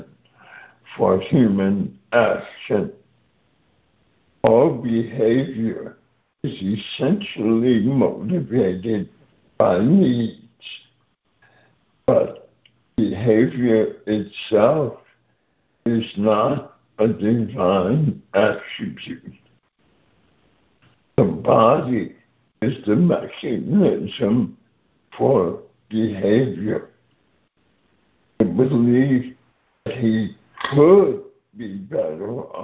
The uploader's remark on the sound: ACIM Daily Conference Call.